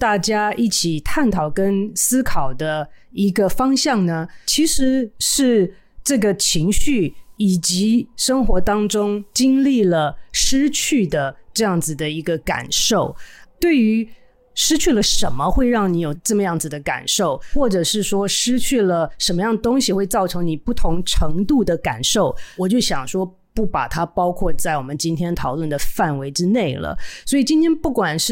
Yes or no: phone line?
no